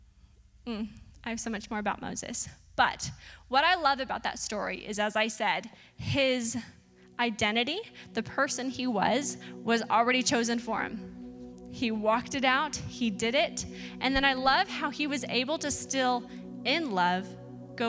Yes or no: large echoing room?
yes